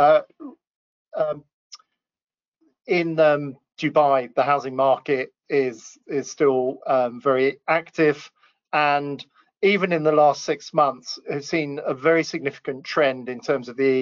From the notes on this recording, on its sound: Realcomm Webinar. (Fireside Chat).